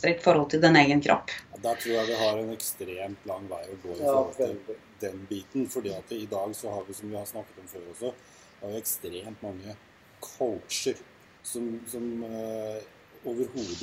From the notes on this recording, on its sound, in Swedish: med oss på skype